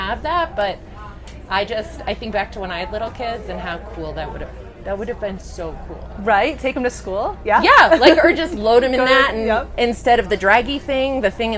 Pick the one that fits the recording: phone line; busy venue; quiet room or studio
busy venue